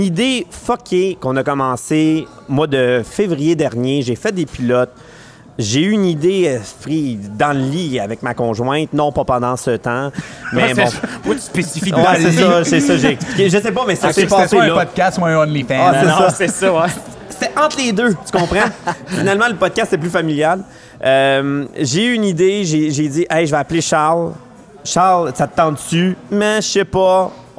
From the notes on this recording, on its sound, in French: Enregistré au bar ludique "Le Premier Joueur". Nous concluons la saison 1 avec un épisode devant publique.